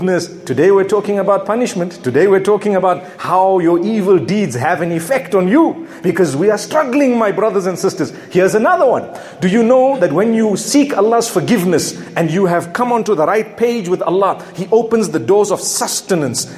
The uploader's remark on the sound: Friday Jumu&#8217;ah Lecture from Masjid Al Falaah in Harare Zimbabwe